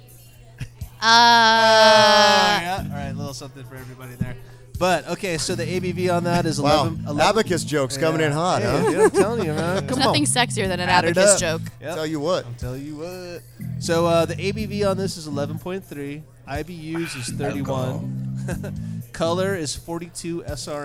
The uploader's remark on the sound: live from a Firestone Walker Tap Takeover